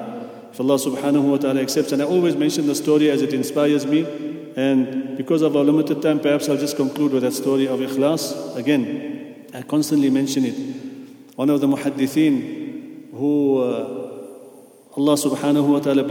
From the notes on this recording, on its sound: at the Houghton Masjid (West Street)